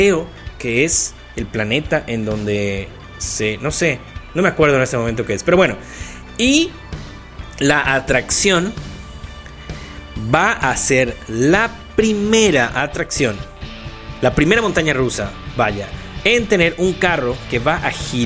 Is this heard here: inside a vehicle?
no